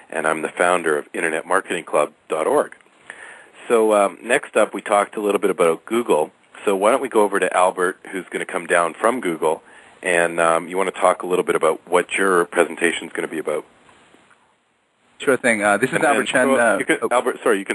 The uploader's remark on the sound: Live Call with Speakers for the SFIMA Summit. Call in line.